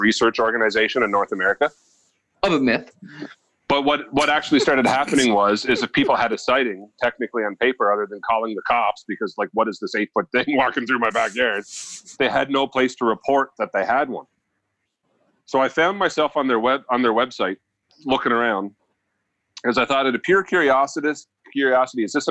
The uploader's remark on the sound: The guys call in to each other from home.